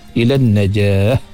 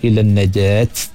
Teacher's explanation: di ketika waqaf huruf ta marbutah ni automatik dia tukar bunyi kepada seolah-olah bunyi huruf ha · Shown in: first take